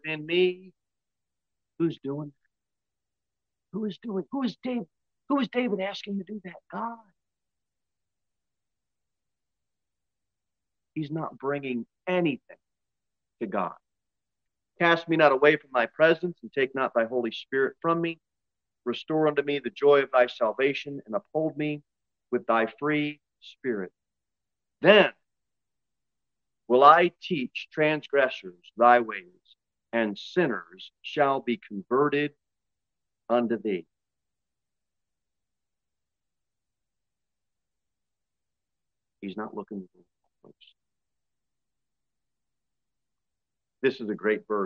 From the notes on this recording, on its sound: Sermon delivered at Pilgrim Baptist Church on Sunday, May 8, 2022 at 6 pm. Jere Whitson Rd.